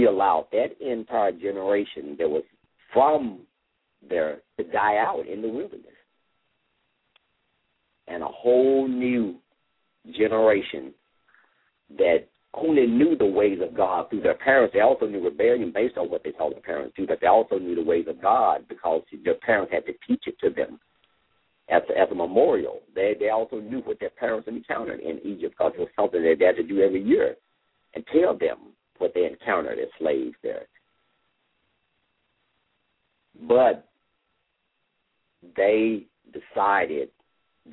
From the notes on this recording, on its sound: LML uses a progressive live call in format.